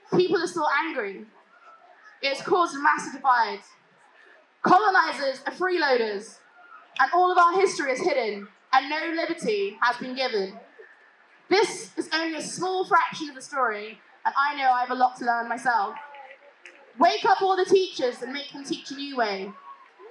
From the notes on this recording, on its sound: Black Lives Matter Protest Bristol June 2020 - Speeches. Decided to organise a small protest not expecting more than a few hundred people. I have managed to collage some of the amazing speeches.